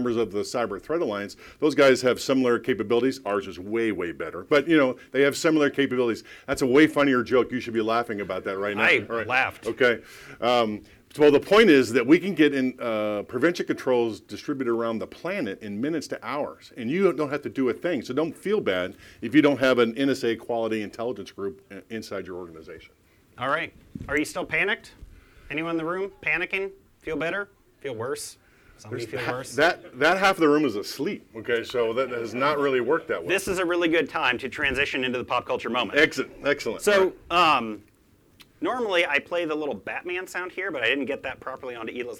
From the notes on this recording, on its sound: This special edition podcast, recorded live at Ignite ‘19 USA.